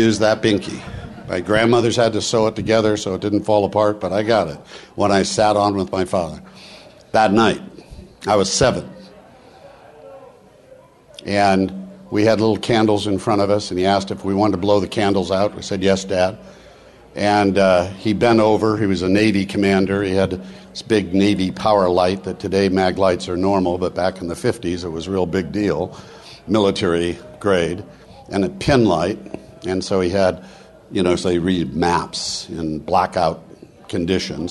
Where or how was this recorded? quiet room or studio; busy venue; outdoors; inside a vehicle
busy venue